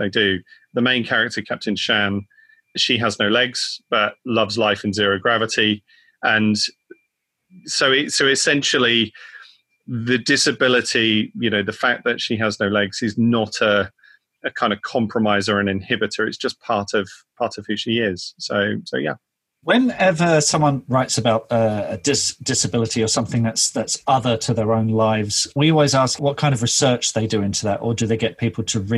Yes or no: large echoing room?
no